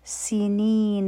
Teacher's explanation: سین چې دی په دې کې د سیټي آواز هم دی نی حرفی مد دی او ن یو حرکه مخکې راځي وزدادو